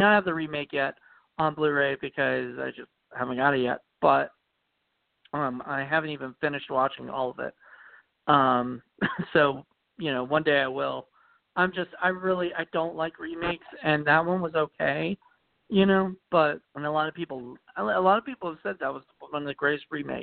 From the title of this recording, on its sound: The October Call In Show